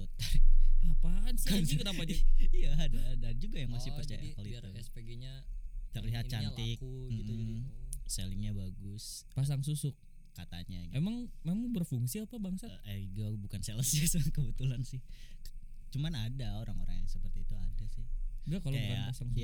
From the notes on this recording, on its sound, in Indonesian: Ngobrol subuh-subuh, soundnya sedikit jadi kecil monmaap lagi-lagi kesalahan teknis.